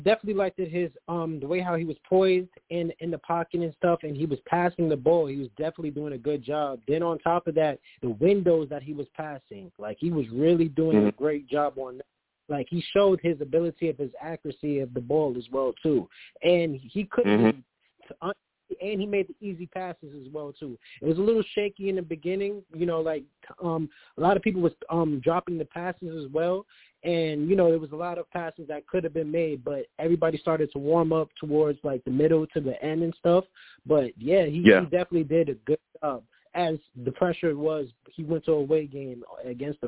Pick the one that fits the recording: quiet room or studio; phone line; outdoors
phone line